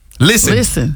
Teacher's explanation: You don't hit no T in listen.